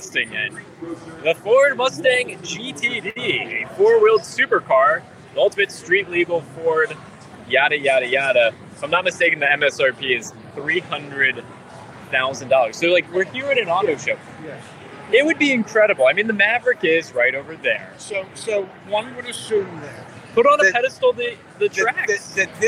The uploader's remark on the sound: LIVE FROM DETROIT AUTO SHOW